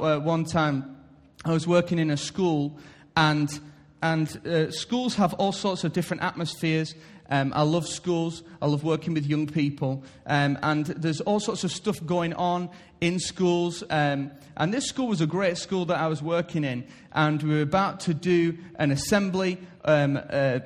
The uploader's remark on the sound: Recorded live at Life Church on Sunday 1st January 2017.